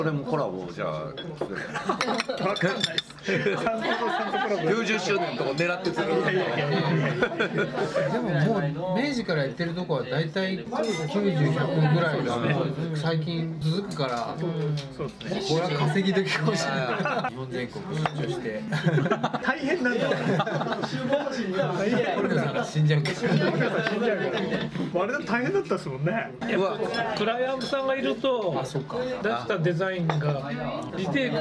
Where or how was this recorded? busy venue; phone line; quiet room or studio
busy venue